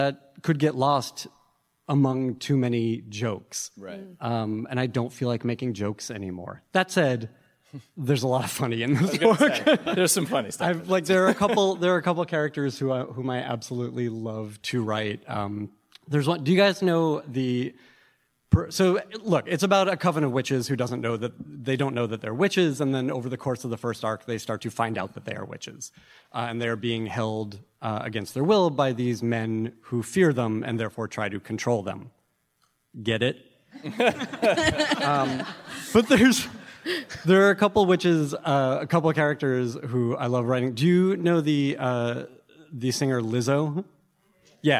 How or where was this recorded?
busy venue